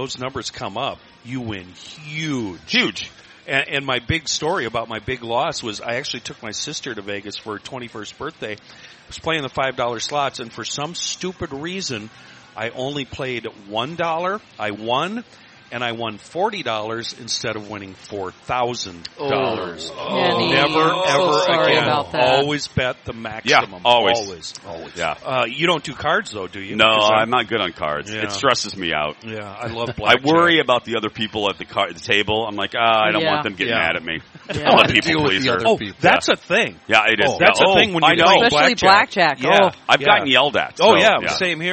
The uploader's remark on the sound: joins from the State Fair!!